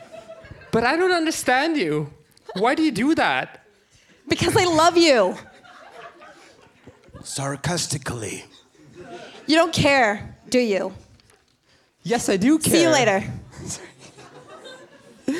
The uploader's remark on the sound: In the second part of the episode you will hear the Q&A from the double screening